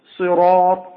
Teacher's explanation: الصاد حرف مفخم مستعلي مطبق، وحاول أن لا تضم شفتين عندما تفضل الصاد، صراط، لا تقول صراط، صراط الذين، لا، صراط، هكذا.